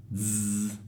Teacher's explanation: Quando voi producete questo suono sentirete una vibrazione proprio delle corde vocali. · Term: Z cosiddetta sonora